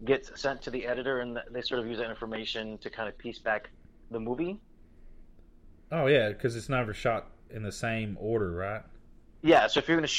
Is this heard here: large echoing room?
no